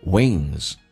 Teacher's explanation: 加 S 发 Z 这个发音后鼻音